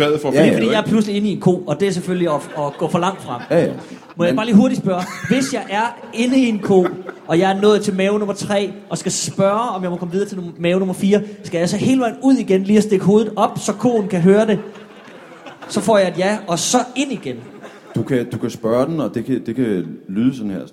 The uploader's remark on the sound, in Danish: Skuespilhuset #ZCF LIVE